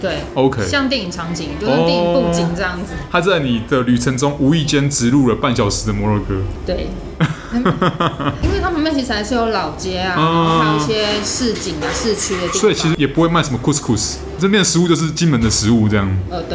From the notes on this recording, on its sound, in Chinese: 本集白噪音指數：蚊風級 1/5。錄音地點： 齊客咖啡。